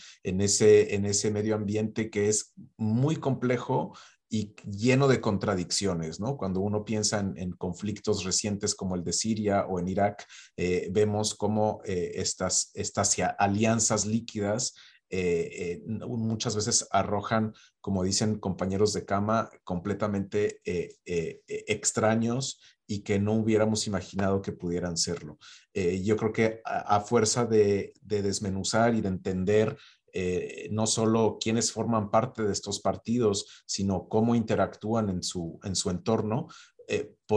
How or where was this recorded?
video call